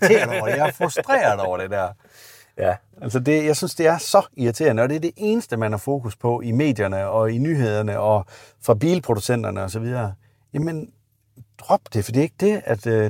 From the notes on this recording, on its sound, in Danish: Episoden er optaget i en Audi Q8 E-tron Sportsback